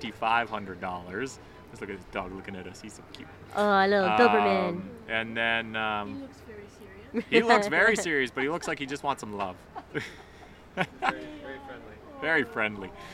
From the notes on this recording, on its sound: We're live on location again at the Shipyards Christmas Market!